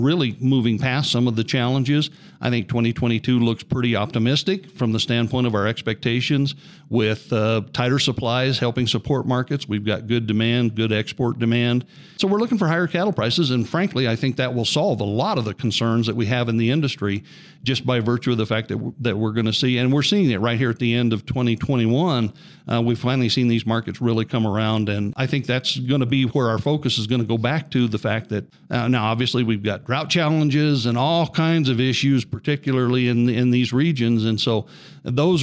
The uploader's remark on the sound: Recording from the 105th CCA/CCW Convention